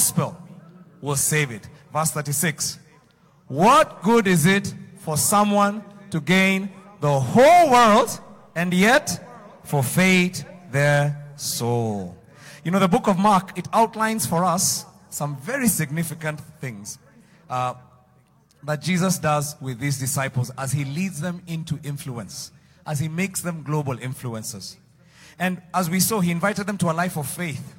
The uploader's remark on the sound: Preached Live at Mavuno South